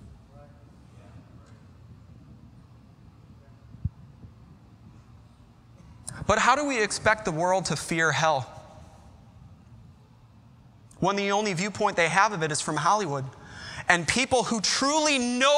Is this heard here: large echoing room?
yes